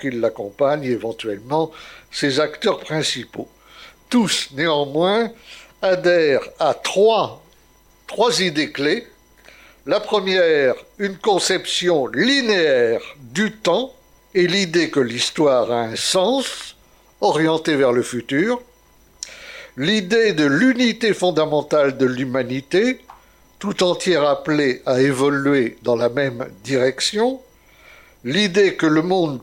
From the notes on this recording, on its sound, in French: Conférence réalisée lors du colloque "Regards croisés sur notre identité" le samedi 26 octobre 2019 à Paris.